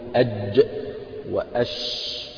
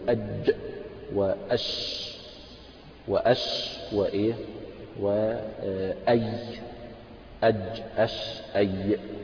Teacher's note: الجيم والشين والياء تخرج من وسط اللسان